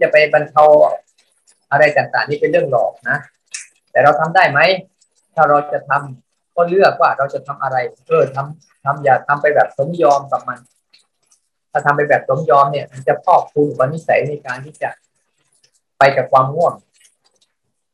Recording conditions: video call